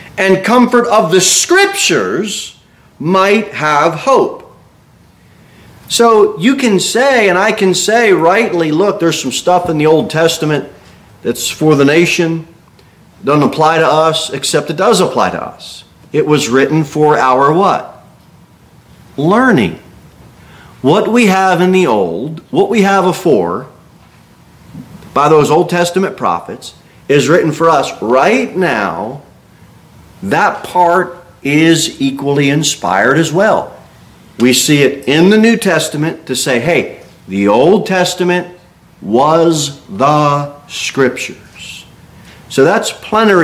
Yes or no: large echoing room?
yes